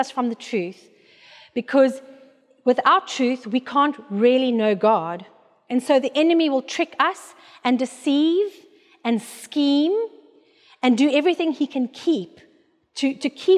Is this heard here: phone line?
no